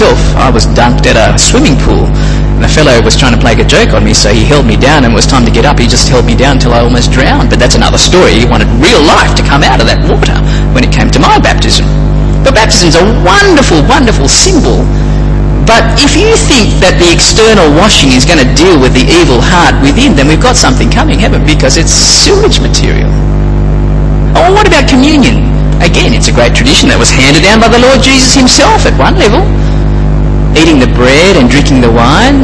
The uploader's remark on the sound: Apologies for the sound quality and the buzz in the background